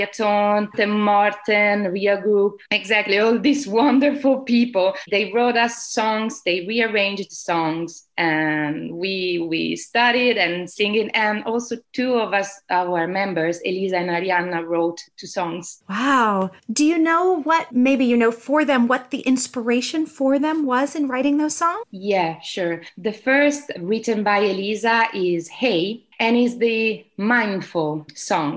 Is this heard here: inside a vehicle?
no